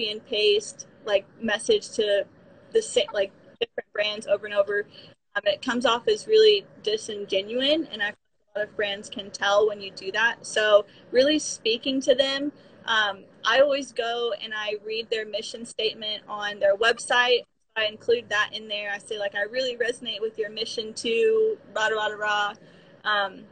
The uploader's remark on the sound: on her Instagram channel and she was kind enough to let me use the live as an episode!